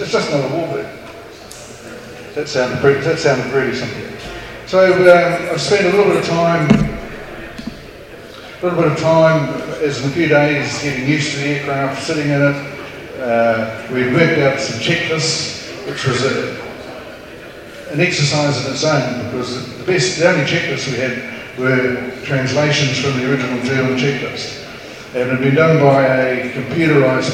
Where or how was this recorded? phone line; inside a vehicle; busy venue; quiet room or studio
busy venue